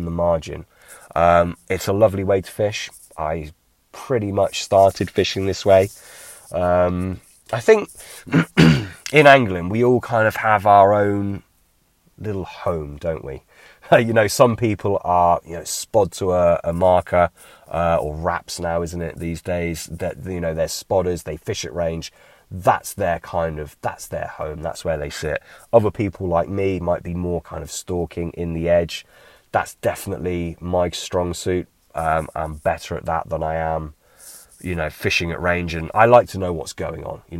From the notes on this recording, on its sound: A bank-side Q&A.